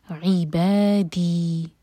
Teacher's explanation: با اور دی دونوں مد تبعی، میک شور کہ دو حرکہ کھینچے